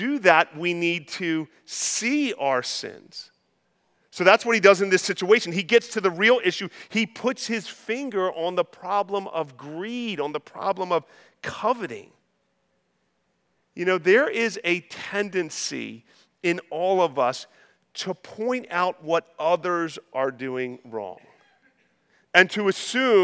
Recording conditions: large echoing room